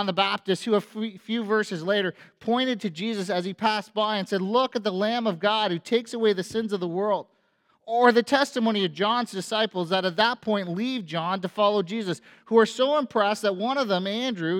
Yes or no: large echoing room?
yes